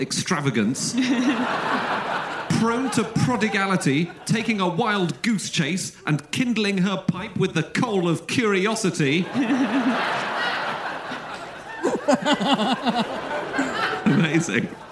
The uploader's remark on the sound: Live from Oxford